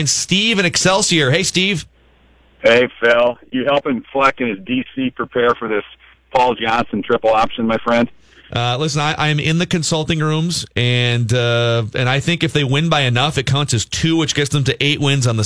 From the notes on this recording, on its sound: you, the listener, called